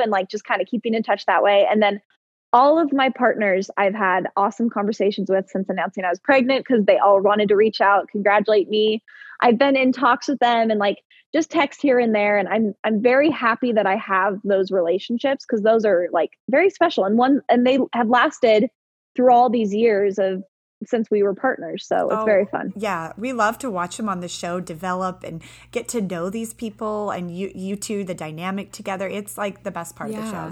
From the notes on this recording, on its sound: Due to the pandemic. Opted for a Zoom interview.